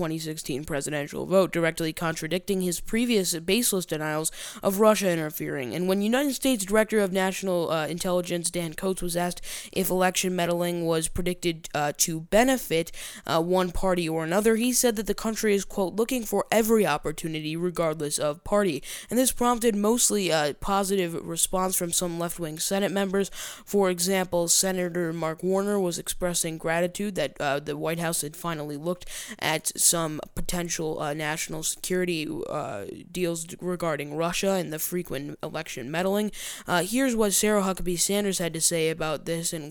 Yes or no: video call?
no